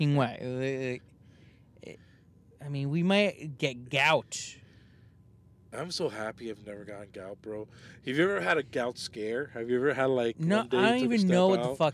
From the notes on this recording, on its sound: We are in the car. Recorded at Thank You Miami.